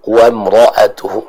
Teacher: ra'nya jelaskan ketika dia fathah, maka vokalnya ke huruf O